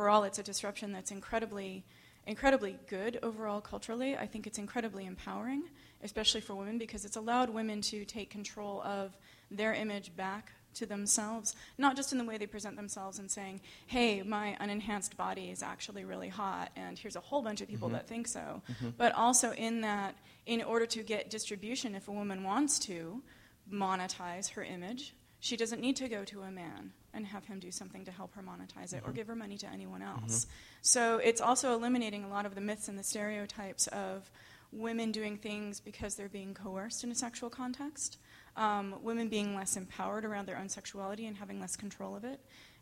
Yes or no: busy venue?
yes